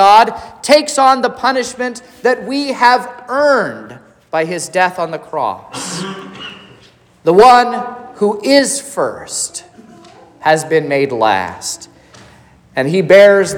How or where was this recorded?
large echoing room